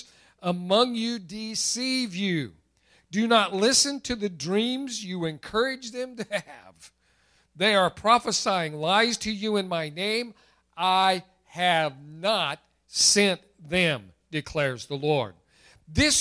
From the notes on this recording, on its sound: recorded March 28, 2021 at Open Bible Church in Lawrenceburg, KY.